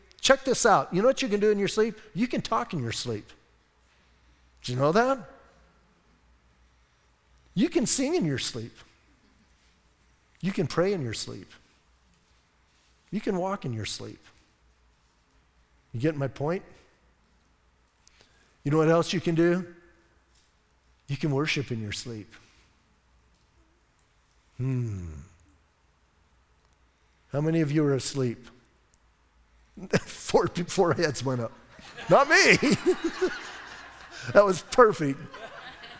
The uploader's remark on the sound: Audio messages from Calvary Chapel in Sierra Vista